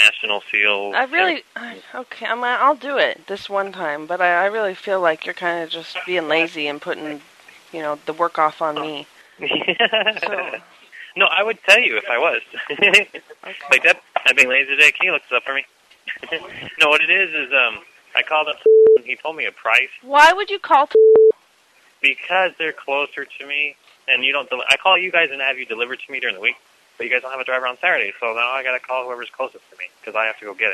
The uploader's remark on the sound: Prank Phone Calls Collection